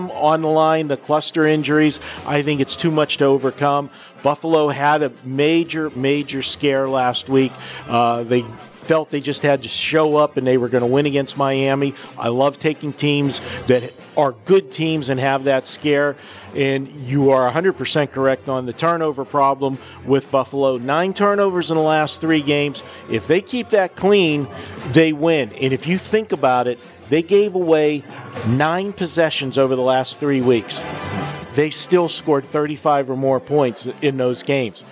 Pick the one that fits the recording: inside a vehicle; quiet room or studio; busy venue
busy venue